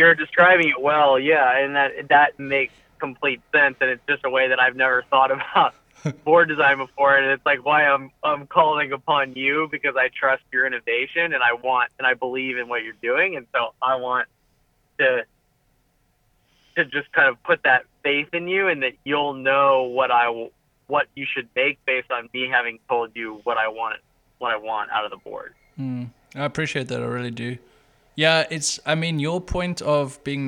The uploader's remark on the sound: A phone conversation